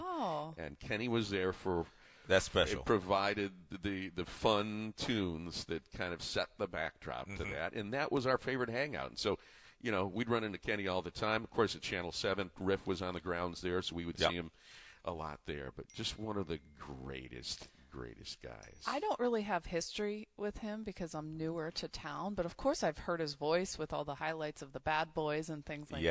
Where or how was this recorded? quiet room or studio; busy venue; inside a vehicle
busy venue